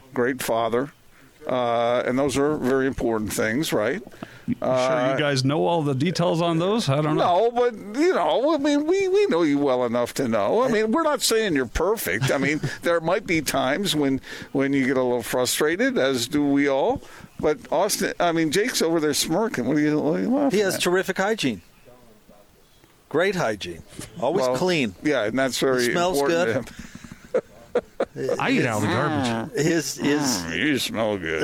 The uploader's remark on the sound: LIVE at The Warehouse.